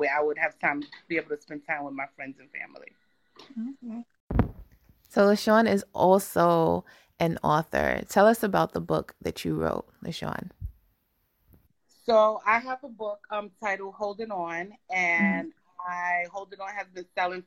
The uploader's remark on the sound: On an IG Live